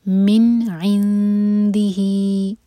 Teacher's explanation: नून की आवाज़ को होल्ड नहीं करेंगे. मिन इंदिही, यहाँ पर नून को ऐसे छुपाएंगे कि दाल के लिए ज़बान तैयार रखें. · Term: इजहार